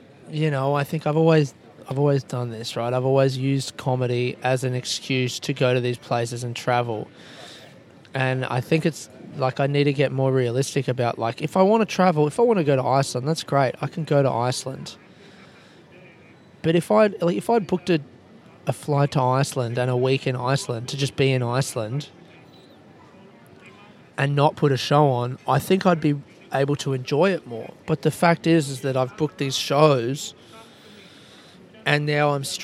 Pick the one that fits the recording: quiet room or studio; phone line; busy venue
busy venue